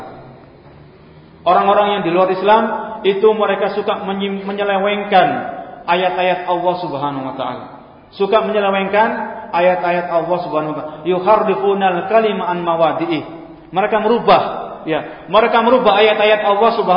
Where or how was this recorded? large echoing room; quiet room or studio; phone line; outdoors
large echoing room